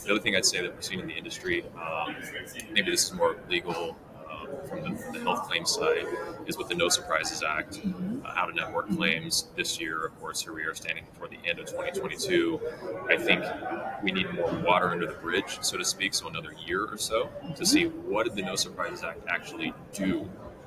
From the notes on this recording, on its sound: LIVE from Engage. Live at the SIIA 2022 Engage Conference.